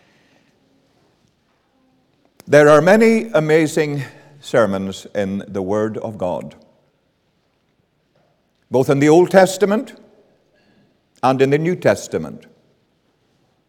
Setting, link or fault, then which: setting, large echoing room